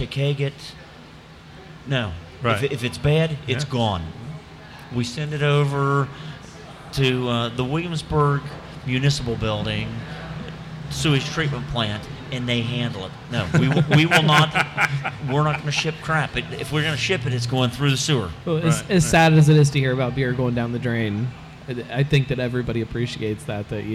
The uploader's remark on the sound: The Old Firehouse Brewery, Live!